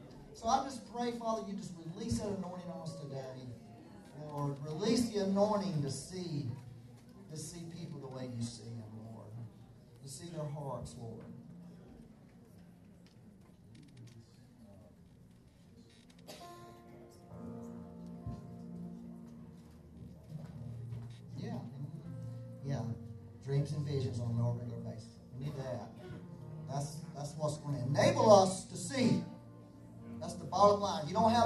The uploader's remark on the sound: We had technical difficulties on this Sunday so the audio quality is not the best.